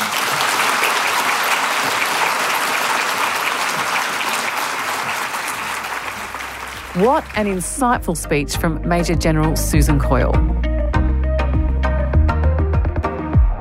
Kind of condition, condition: setting, busy venue